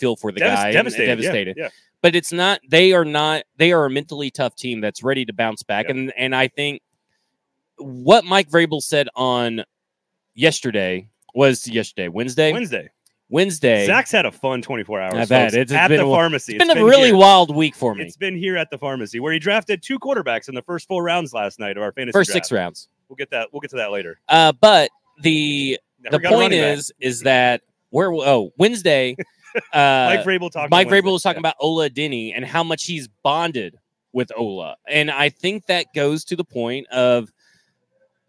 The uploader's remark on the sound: We are LIVE from The Pharmacy Burger Parlor and Beer Garden! We are LIVE from The Pharmacy Burger Parlor and Beer Garden!